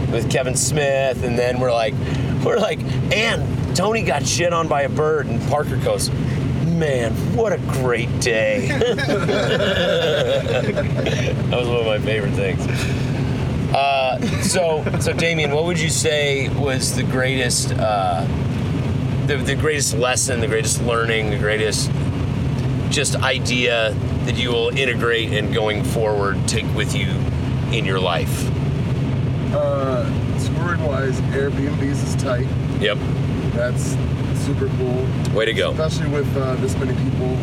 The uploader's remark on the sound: This episode was recorded in the van while driving using an iphone and a split lavalier mic which we passed around the van. Straight up, there are moments when the quality is so poor as to make it nearly unlistenable.